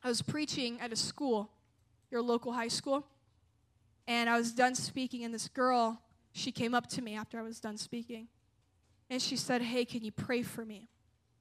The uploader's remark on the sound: at a Jesus Followers Sunday night service